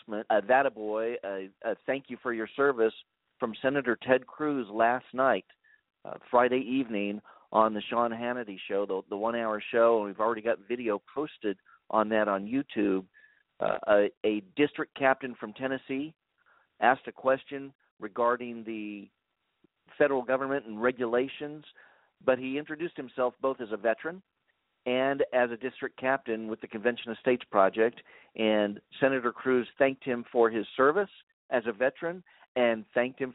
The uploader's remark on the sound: We'll leave some time for phone calls, for your questions and comments.